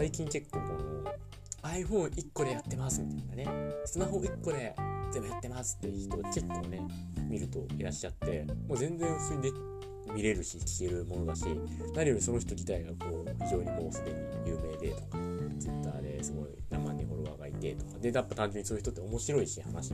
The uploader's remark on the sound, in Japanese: 機材トラブルのためスマホで収録